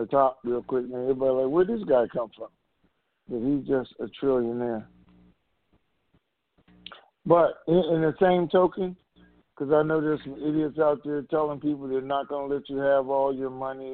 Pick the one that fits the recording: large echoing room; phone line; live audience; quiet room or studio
phone line